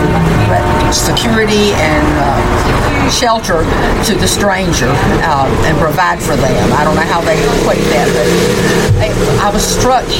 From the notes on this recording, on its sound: Live from Costa Rica! A live podcast on the streets of San Jose, Costa Rica.